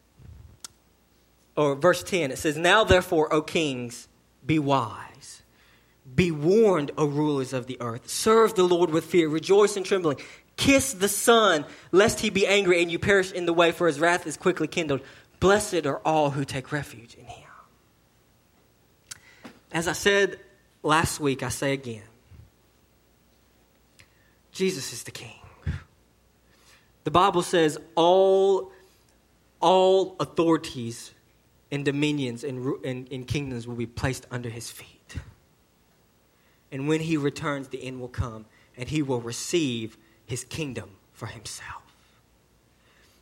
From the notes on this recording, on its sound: sermon delivered to Cottondale Baptist Church in Eastman, GA on 2/3/19 AM